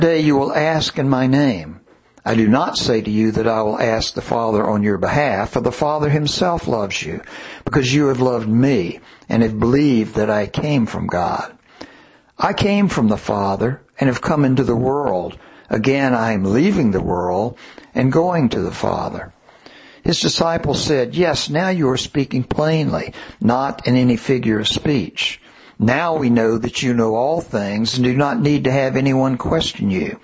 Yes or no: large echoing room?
yes